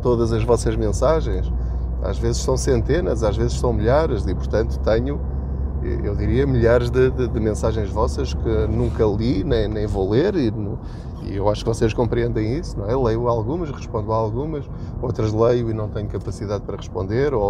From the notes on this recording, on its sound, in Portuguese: Não ligue aos barulhos da viagem.